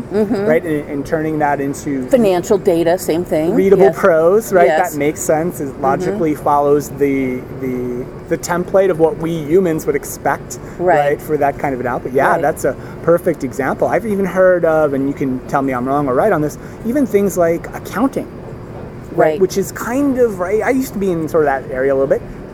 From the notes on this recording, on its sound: Recorded LIVE from SuccessConnect 2015 in Las Vegas. Sat down at SuccessFactors customer conference SuccessConnect.